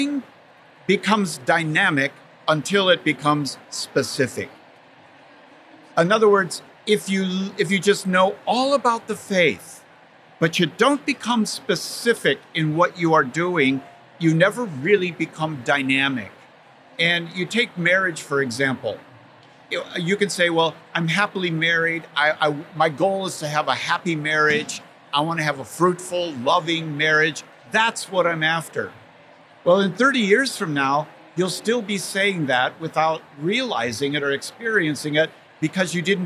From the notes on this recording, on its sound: recorded at the SEEK24 conference